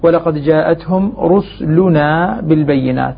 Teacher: البيت واضح المرموز لهم بالحاء المرموز له بالحاء من حصل وهو أبو عمرو البصري يقرأ بإسكان السين في هذه الكلمات إسكان السين اللي هي المضمومة